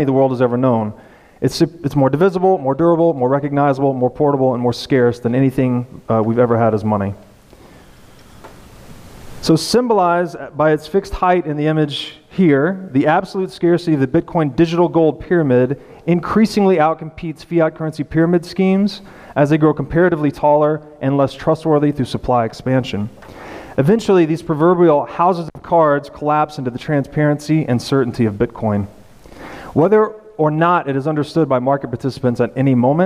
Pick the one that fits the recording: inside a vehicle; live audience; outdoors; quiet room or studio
live audience